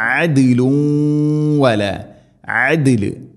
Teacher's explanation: ദാലിന് സുക്കൂൻ ഖൽഖല ചെയ്യണം, ശരിക്കും കേൾക്കണം